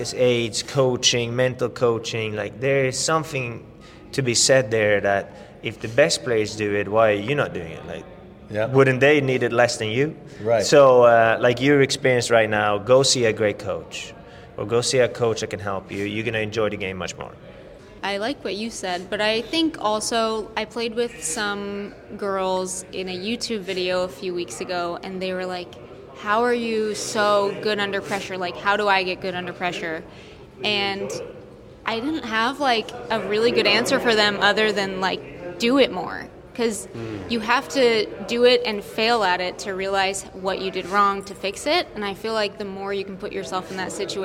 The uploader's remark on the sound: live from the PGA Show